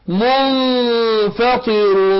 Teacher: فالميم ديت موجوده فوق الراء، دي علامه الاقلاب، يعني قلبنا النون الساكنه ميم مع الاخفاء